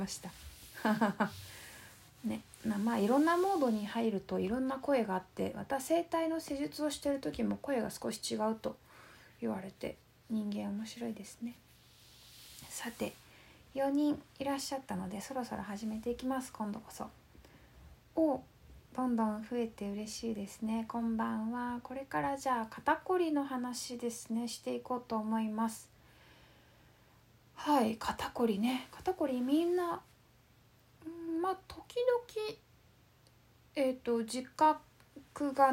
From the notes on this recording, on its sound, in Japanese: インスタライブの録音です。